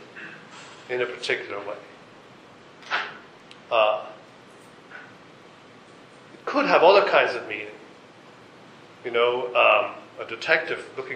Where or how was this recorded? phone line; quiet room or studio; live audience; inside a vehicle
live audience